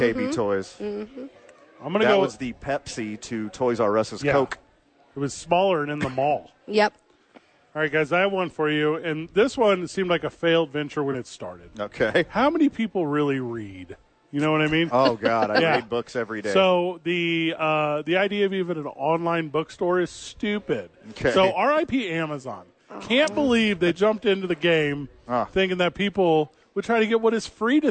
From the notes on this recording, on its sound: Live from American Home Furniture donating blood, eating ice cream.